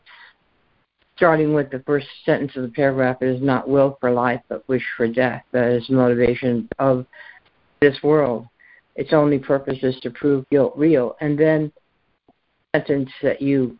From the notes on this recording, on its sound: ACIM Daily Conference Call